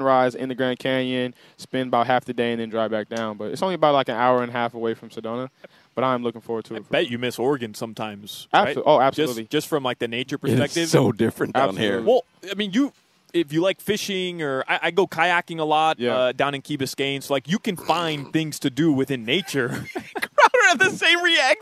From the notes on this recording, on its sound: live from Hollywood Kia